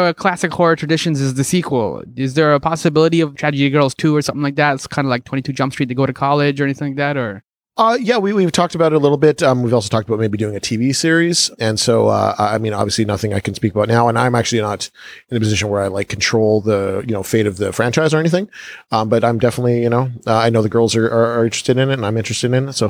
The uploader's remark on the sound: Recorded: Friday October 20, 2017 7:00 pm (EST) at Scotiabank Theatre